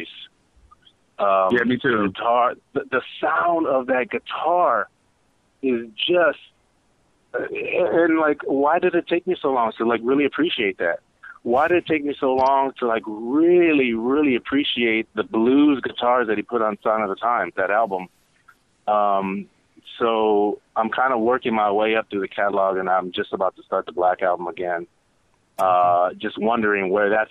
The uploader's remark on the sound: We open the phone lines.